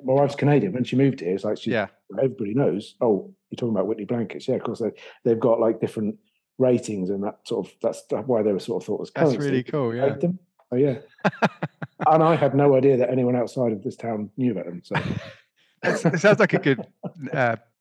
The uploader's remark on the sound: joining us for a "Z-interview" (Zoom interview) all the way from Blighty (in the UK)